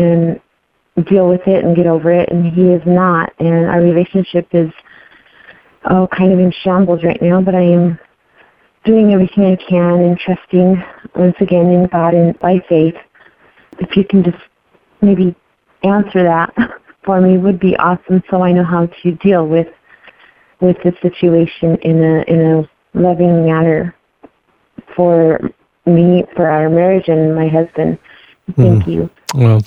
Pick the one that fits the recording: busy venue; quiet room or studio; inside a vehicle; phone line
phone line